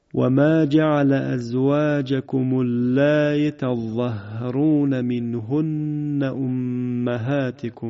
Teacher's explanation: خب دقت فرمودید، مد متصل کشیده شد، همزه هم با تسهیل خونده شد، اما در همین جا در واقع اون وجه دیگرش بدون کشش مد متصل هست، در واقع مد هست میشه، به قصر خونده میشه، اما تسهیل همزه همچنان وجود داره